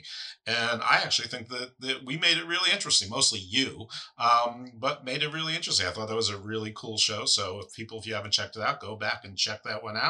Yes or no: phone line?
no